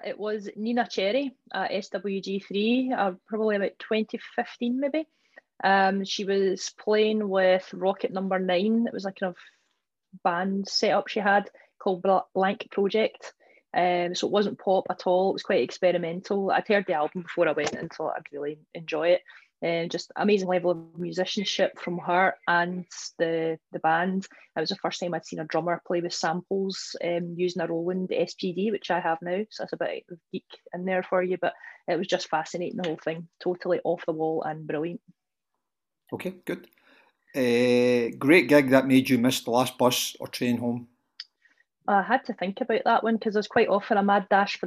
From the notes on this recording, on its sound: We had great fun doing them, and have therefore decided to go ahead and publish the Zoom videos in full.